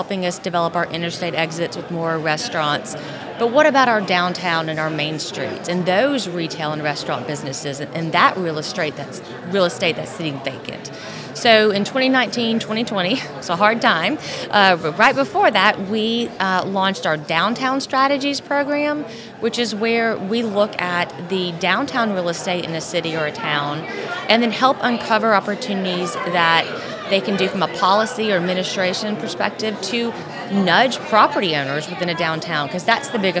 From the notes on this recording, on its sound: LIVE from the SEDC Annual Conference in Williamsburg. The SEDC Podcast Presented by Insyteful is live at the Council's Annual Conference in Williamsburg, Virginia.